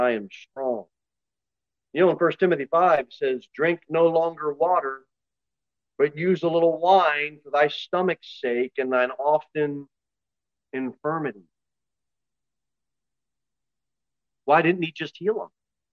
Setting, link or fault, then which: setting, large echoing room